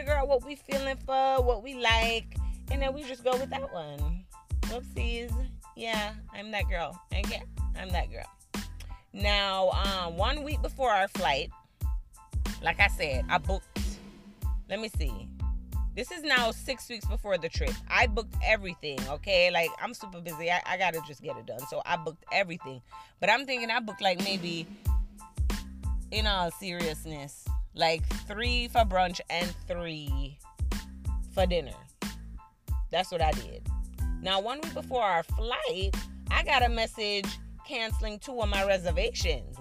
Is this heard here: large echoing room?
no